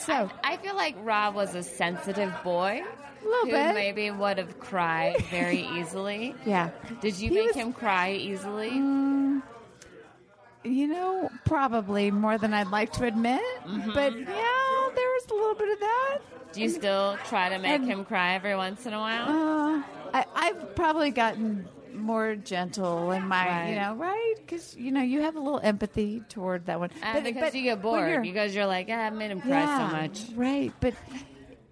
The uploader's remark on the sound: podcast live from the Big Slick charity weekend in Kansas City